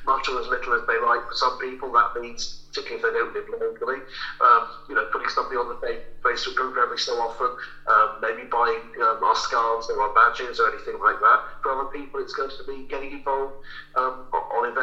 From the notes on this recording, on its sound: joins the lads on the phone